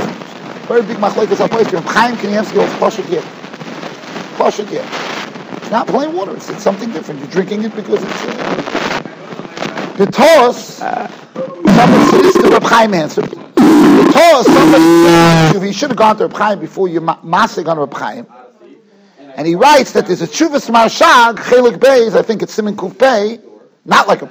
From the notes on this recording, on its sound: Shiur recorded in Yeshivas Ohr Reuven, Monsey, NY.